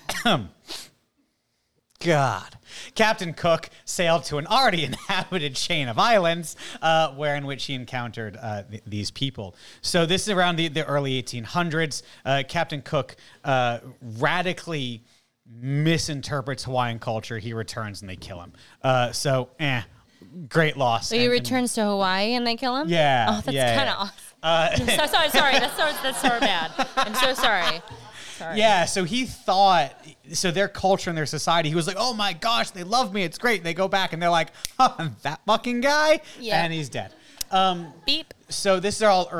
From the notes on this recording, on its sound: LIVE from Diehl Marcus & Company on July 11th